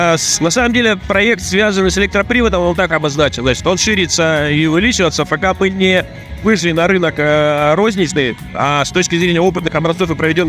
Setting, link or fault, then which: setting, busy venue